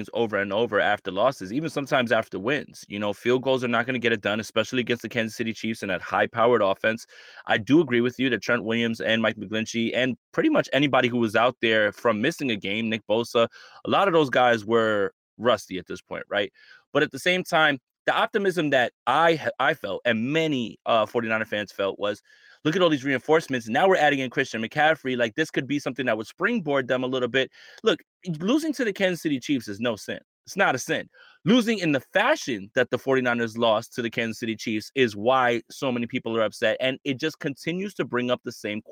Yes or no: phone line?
no